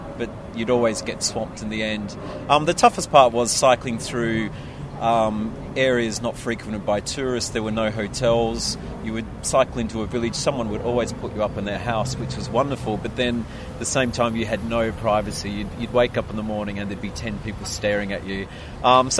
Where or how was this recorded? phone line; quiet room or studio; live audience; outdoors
outdoors